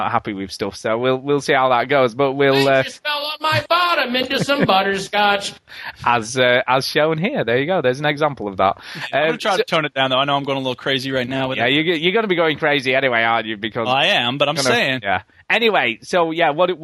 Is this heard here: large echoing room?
no